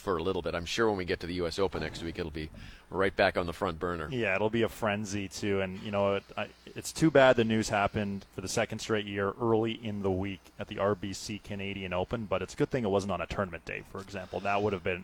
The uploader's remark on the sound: Today, we are live from the Rink Hole during the 2nd round of the RBC Canadian Open!